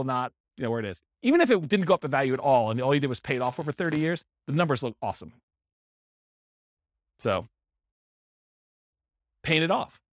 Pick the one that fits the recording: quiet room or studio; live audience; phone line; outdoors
live audience